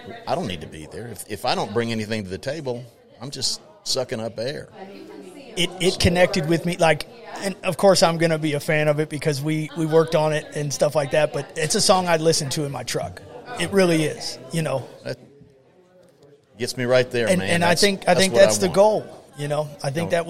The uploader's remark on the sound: Live from the O’Fallon Elk Lodge. Culminating in a live concert.